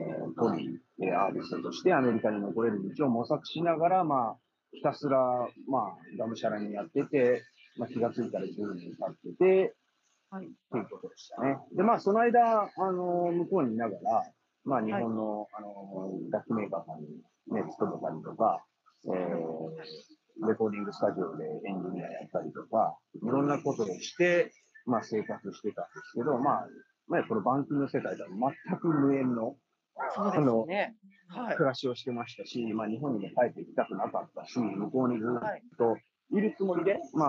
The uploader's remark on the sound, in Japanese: Teamsを用いてのオンライン収録のため、音声が聞き取りにくい部分がございます。ご了承ください。